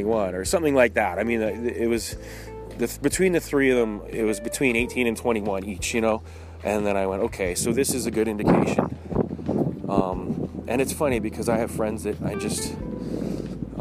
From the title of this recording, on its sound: Talking While Walking in the Woods.